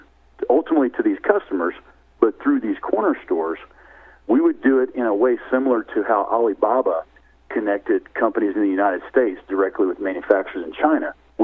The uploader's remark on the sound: called in to SmallCapVoice